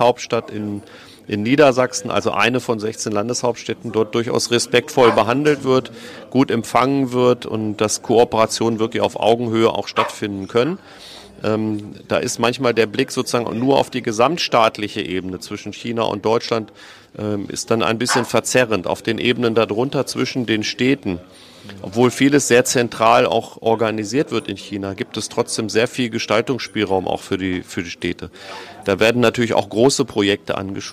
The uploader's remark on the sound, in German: Live Interview im Laden der der Hannoverschen Kaffeemanufaktur